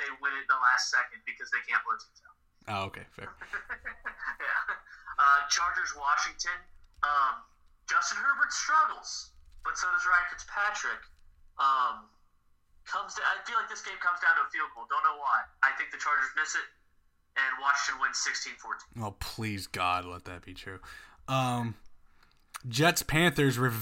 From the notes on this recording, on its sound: The Bois Can't Figure Out How to Record Right.